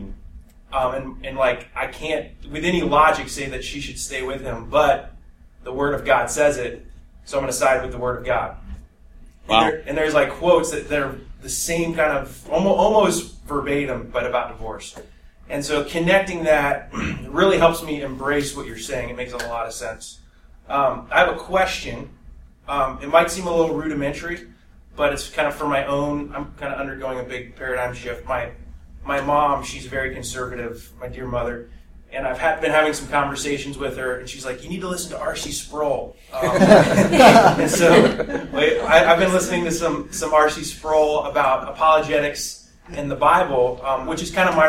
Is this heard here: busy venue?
yes